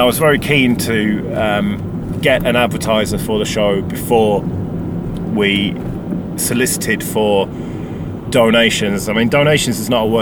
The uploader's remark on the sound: Catchup from the motorway. I was bored on the motorway so I decided to record a solo episode.